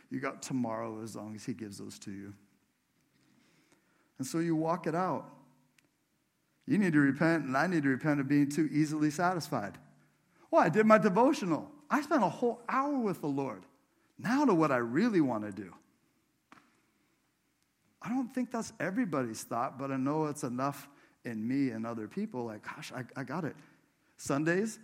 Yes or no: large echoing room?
yes